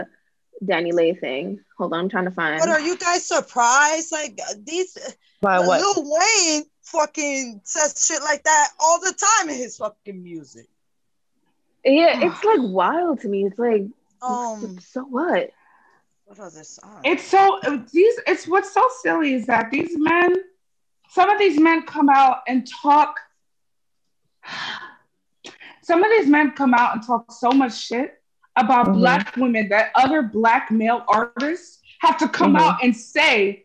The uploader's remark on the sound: Zoom Pod.